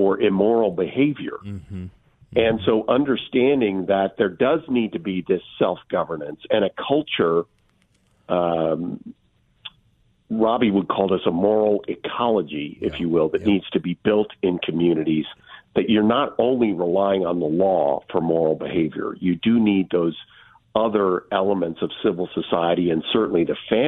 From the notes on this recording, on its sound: joins the show by phone from a conference at Washington, D.C.'s American Enterprise Institute